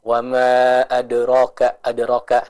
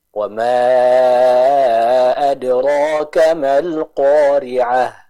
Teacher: Jadi kita baca huruf roknya dengan kadar dua harokat. · Shown in: second take